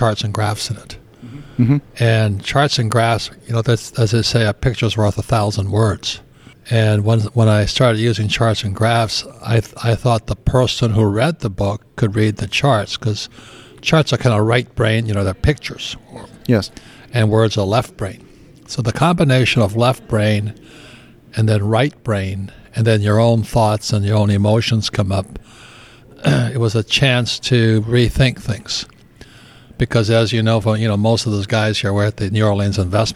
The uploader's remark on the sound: This conversation with him was recorded in person at the New Orleans Investment Conference.